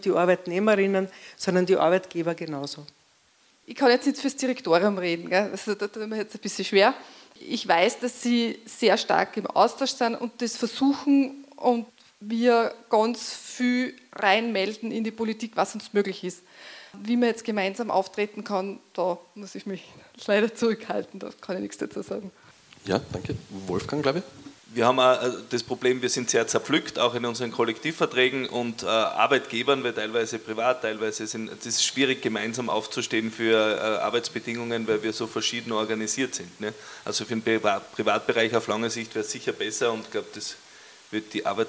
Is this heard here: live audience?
yes